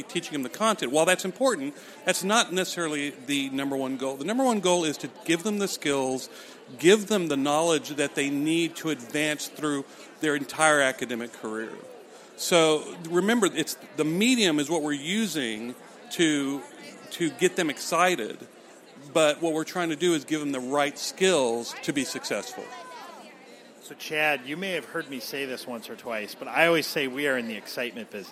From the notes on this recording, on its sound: LIVE from McGraw-Hill Education Booth! Interview HAPS attendees. Feel the energy of the event.